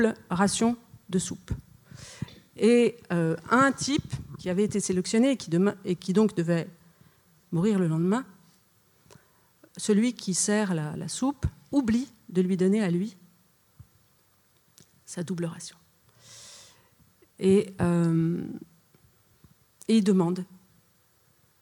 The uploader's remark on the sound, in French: Enregistr&eacute; le 23 septembre 2013 dans la salle Renaud-Barrault du Th&eacute;&acirc;tre du Rond-Point. Enregistré le 23 septembre 2013 dans la salle Renaud-Barrault du Théâtre du Rond-Point.